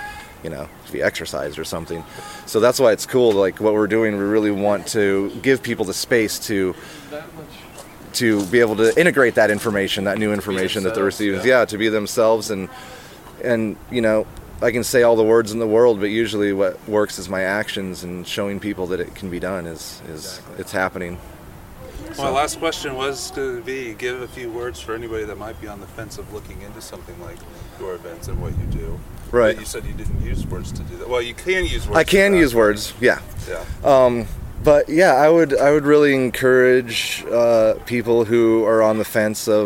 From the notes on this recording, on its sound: KC Metaphysical Conference Part 2. Interviews at the KC Metaphysical Conference.